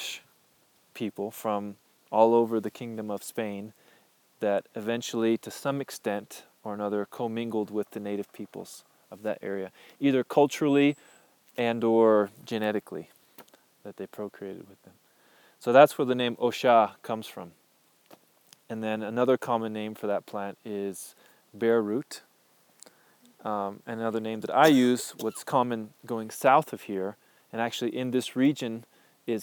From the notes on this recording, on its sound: I’m sharing a recording from 2015, in the field with my apprentices.